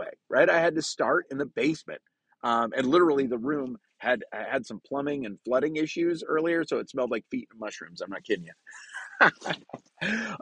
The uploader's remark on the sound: recorded from my truck so the sound is a little rough!